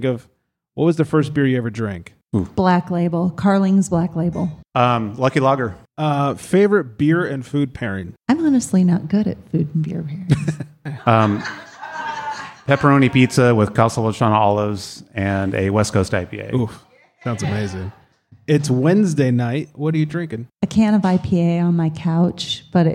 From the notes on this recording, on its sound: We are live from Fluid State Beer Garden in Ventura, CA! In front of a live audience.